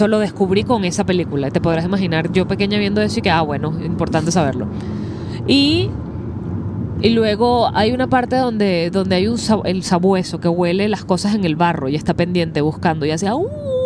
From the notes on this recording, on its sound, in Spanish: un programa grabado directamente desde la via Houston - Dallas